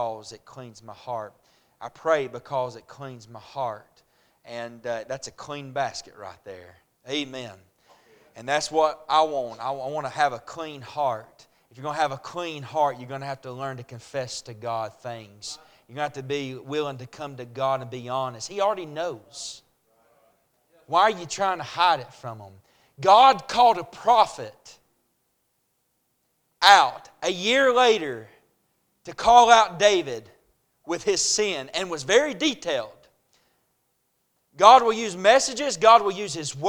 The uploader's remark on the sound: A message preached at Crossroads Baptist Church